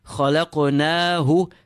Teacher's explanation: feel the ha exiting from the lowest part of your throat.